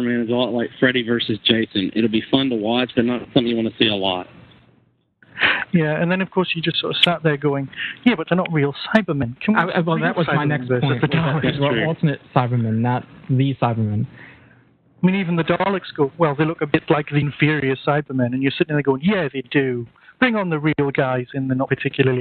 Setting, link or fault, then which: link, phone line